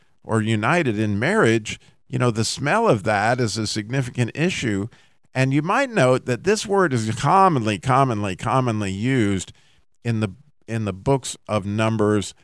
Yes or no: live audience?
no